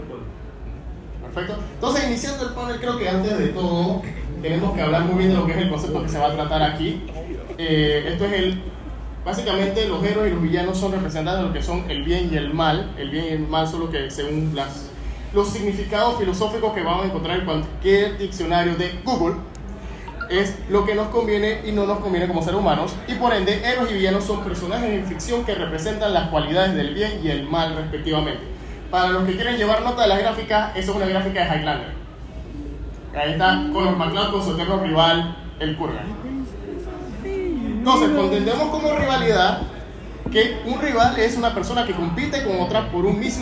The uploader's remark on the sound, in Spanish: Panel Archienemigos Comic Con Panama 2022